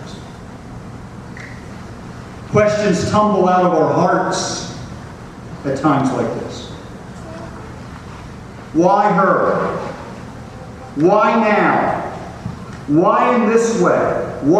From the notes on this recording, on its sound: The audio is not great quality